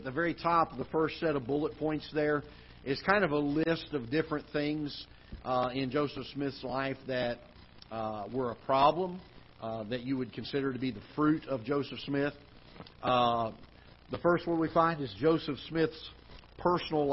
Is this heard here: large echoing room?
yes